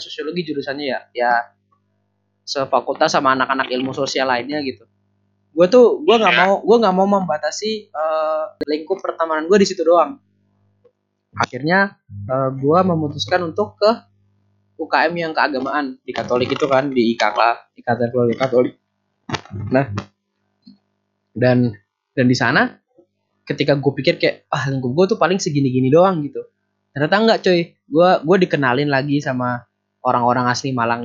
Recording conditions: drop-outs